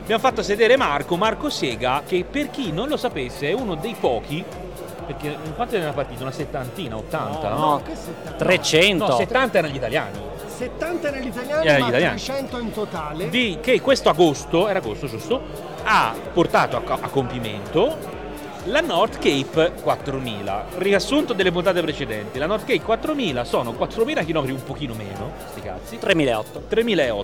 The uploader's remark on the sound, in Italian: Quasi Live da Upcycle Trail Weekend